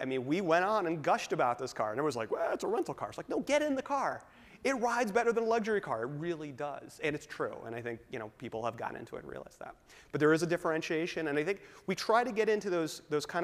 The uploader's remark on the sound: We take the show on the road to the University of Michigan's Transportation Research Institute. We also take questions from our live audience!